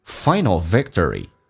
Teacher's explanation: 首先在它音标当中有个 k 是不发音的，因为在美式发音两个辅音在一起，只用发后面一个。同时那个 t 浊化成 d，而且它有个轻度卷舌叫 victory，要轻度卷舌 victory， finalvictory，最终的胜利。